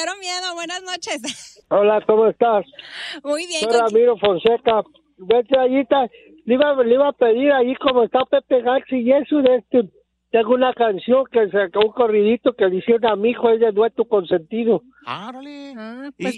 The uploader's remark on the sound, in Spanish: recibe llamadas del público en VIVO